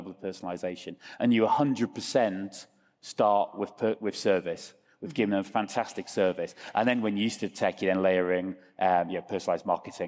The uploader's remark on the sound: Groceryshop 2023 Recap Live From Las Vegas